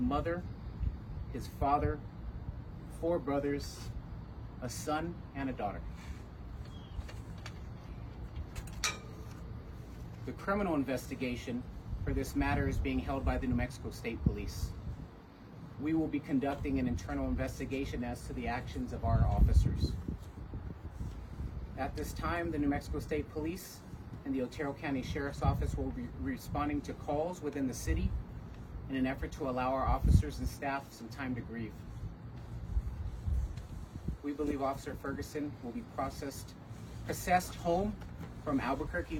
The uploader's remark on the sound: Alamogordo Police Department Press Conference